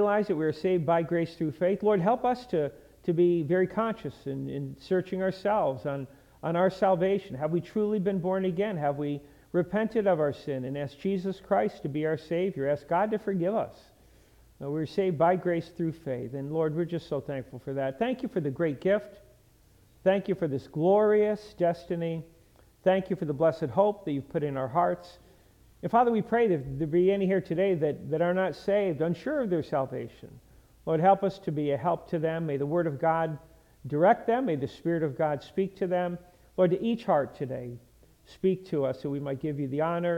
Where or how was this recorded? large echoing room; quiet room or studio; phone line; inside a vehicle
large echoing room